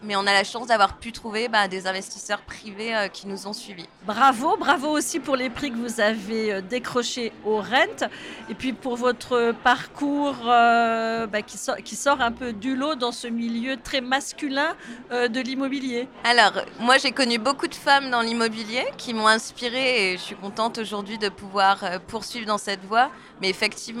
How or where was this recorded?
busy venue